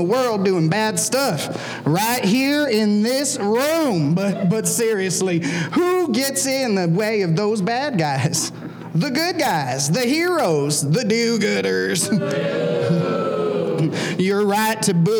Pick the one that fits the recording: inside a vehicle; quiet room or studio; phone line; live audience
live audience